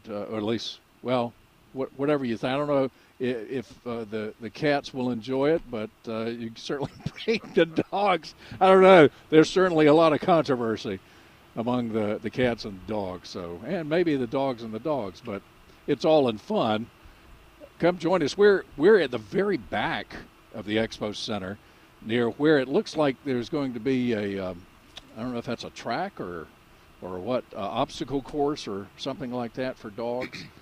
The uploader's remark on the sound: broadcasting live from the NC Pet Expo